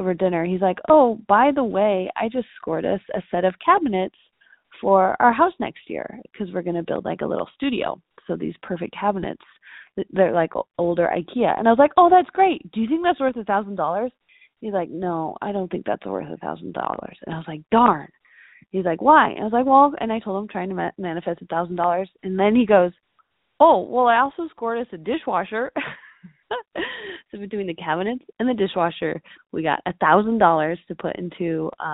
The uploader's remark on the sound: Those people in our community who called into the podcast hotline to tell me, to tell us, about their experience with the Ten Dollar Challenge.